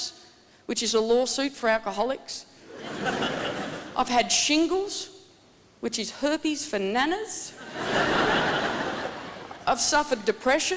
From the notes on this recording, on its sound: 2010 Melbourne International Comedy Festival Gala.